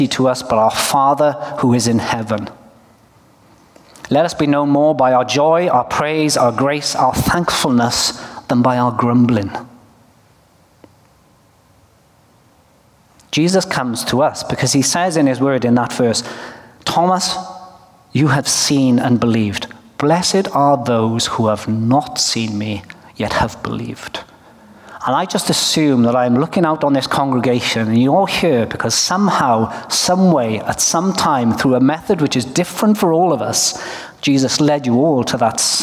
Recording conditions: live audience